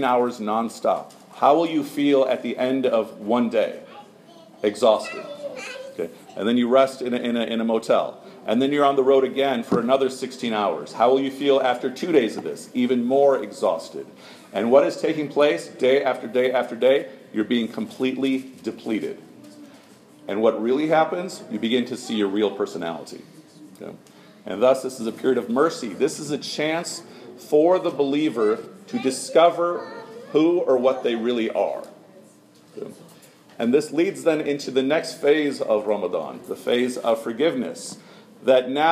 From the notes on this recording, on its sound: Short talk to a non-Muslim audience at the Turkish American Society of Chicago's "Get to know your neighbors" event.